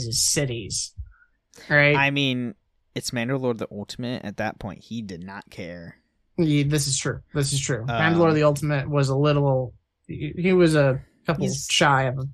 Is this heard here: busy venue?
no